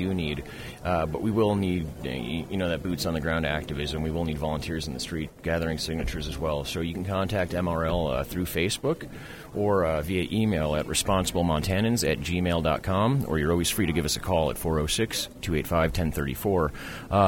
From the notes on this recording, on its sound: Coming to you live from the 2011 Garden City Cannabis Expo in Missoula Montana at the university